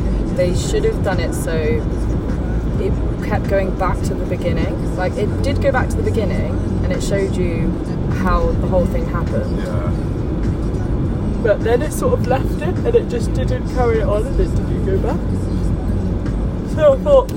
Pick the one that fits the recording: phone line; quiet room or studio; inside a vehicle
inside a vehicle